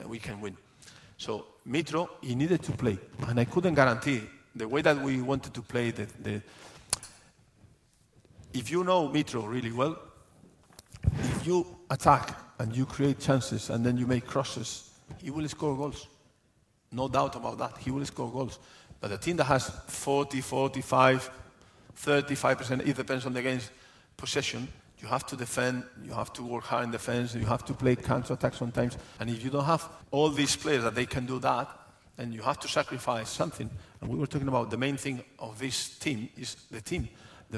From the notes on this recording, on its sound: The Game Live in Newcastle. A special Times Plus event in Newcastle. In front of a live audience.